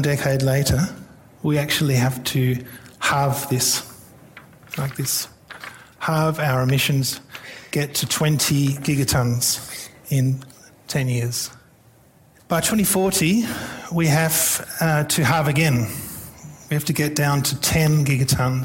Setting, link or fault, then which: setting, live audience